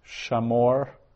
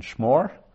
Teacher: So shamor, the absolute, usually with a longer verb, and then shmor, the construct, usually the vowel shortens.